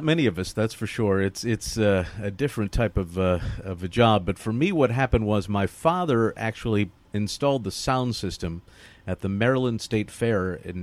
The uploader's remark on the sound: live from Belmont Park